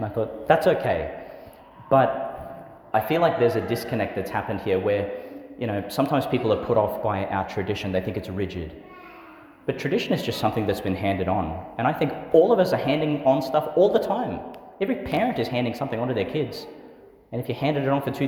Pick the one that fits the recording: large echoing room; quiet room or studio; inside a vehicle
large echoing room